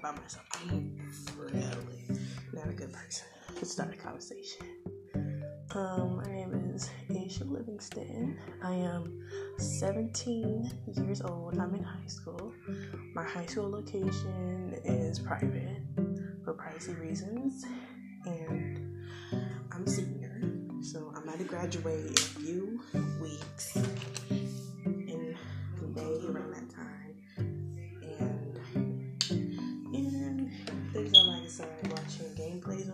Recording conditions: sounds in the background